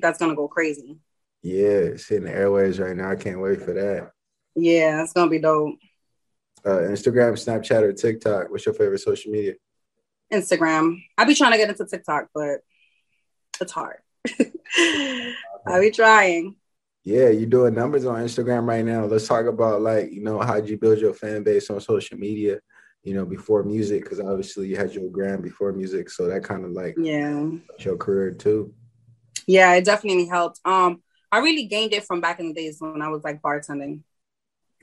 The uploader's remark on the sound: interview on The Leo Black Show zoom